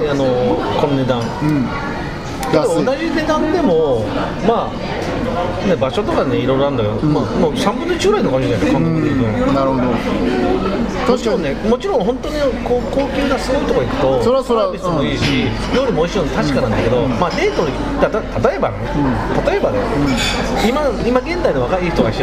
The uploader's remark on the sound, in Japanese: サイゼリアにて収録です。